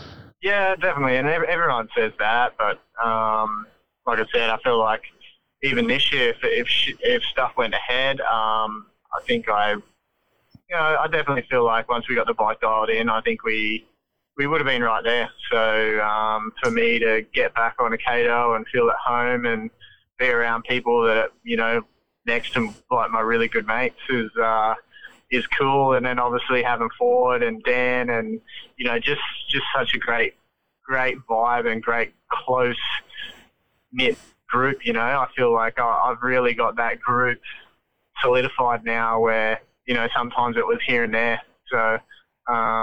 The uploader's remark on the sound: jumps on the phone